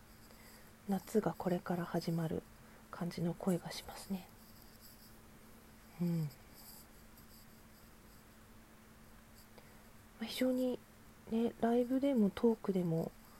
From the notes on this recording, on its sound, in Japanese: From Radiotalk。雑音入ってしまってごめんなさい。